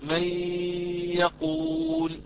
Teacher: هذه الغنة مستطالة فيها شيء من الإطالة فهي غنة فرعية طويلة ليست كالغنة الأصلية التي تكون قصيرة · Term: إدغام بغنة